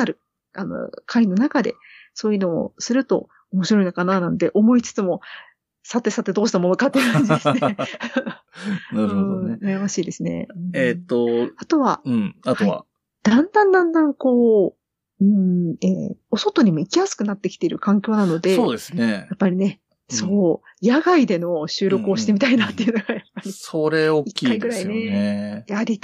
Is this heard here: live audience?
no